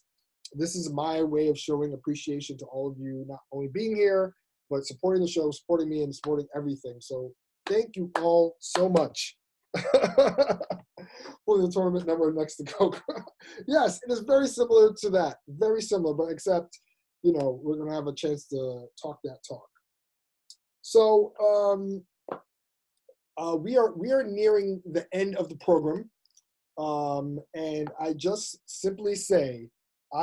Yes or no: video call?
yes